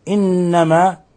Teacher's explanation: حرف غنة مشدد قلنا يغن مقدار حركتين